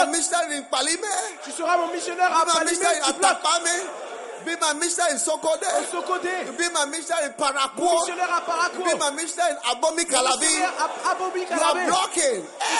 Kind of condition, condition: setting, live audience